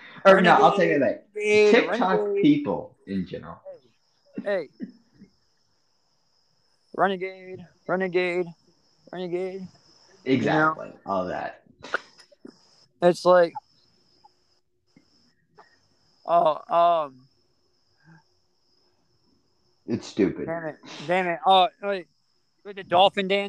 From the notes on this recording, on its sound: he was recording outside